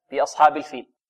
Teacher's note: الفاء تخرج من من من بين الثنايا العليا وباطن الشفة السفلى، ولذلك بعض الطلاب يخرجها ليس من باطن الشفة وإنما من ظهر الشفة، هكذا يقول فاء، كيف، خطأ هذا.